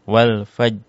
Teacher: Rohnya harus terbawa ya. Kalau dibaca wal as, ronya hilang.